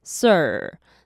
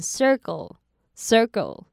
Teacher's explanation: circle 这个字，要注意 ir 的卷舌音